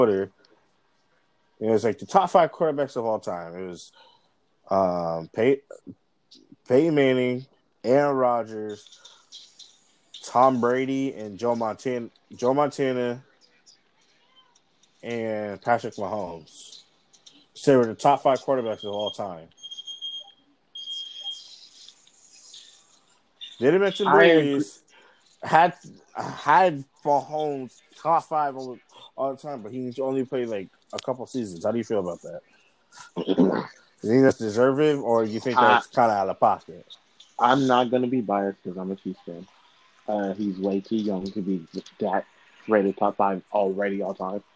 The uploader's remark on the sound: i know there are noises in the background